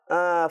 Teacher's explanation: فا کا مخرج کہلائے گا اوپر کے دانتوں کے کنارے اور نیچے کے ہونٹ کا تر والا حصہ